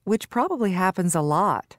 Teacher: Notice how a which clause has a slight pause before it. When a which clause ends what you say, it often has a falling intonation.